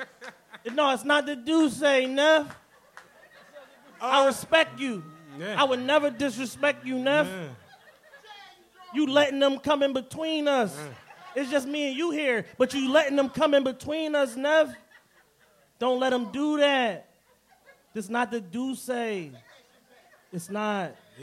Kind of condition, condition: setting, live audience